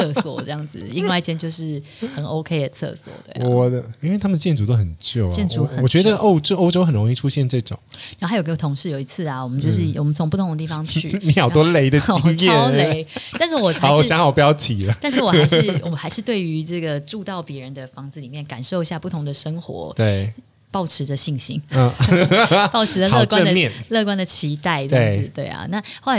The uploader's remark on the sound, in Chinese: 今天錄音現場在民生社區 在喜室店裡面的櫥窗位置錄音 人來人往的非常害羞